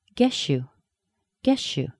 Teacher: S plus a Y often sounds like sh, like an SH.